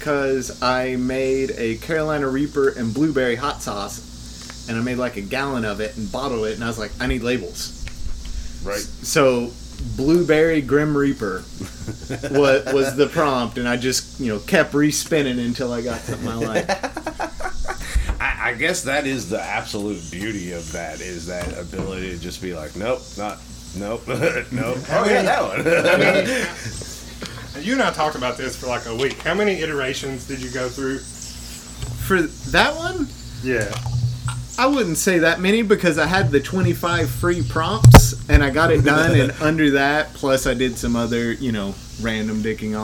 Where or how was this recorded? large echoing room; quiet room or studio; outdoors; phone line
outdoors